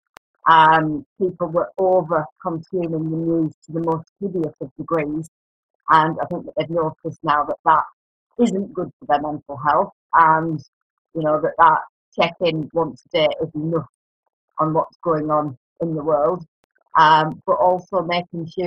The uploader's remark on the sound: forgive the bad sound and the dodgy connection